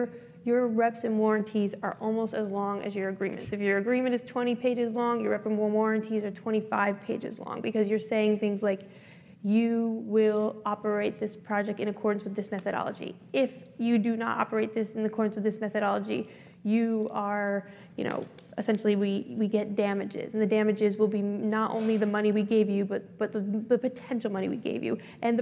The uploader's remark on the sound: Panel discussion. Recorded at the Reuters Event’s USA Commodity Trading 2022 in June.